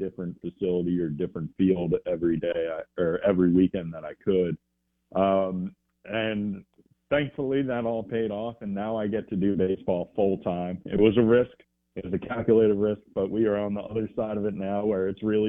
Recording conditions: phone line